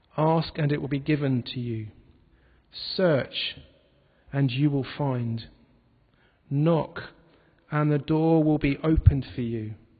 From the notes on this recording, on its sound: This podcast was recorded at the Moot Community Eucharist, in the Guild Church of St Mary Aldermary in the City of London